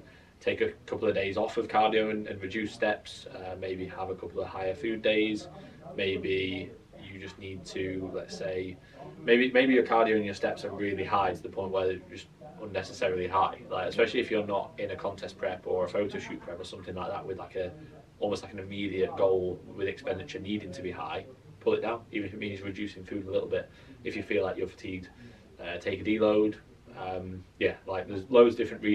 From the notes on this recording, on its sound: Apologies for the sub optimal audio today.